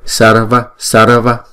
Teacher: Chữ này thực sự là hai âm chứ không phải ba âm, bởi vì chữ R này không đọc là R rõ ràng, mà đọc chỉ đánh lưỡi lên thôi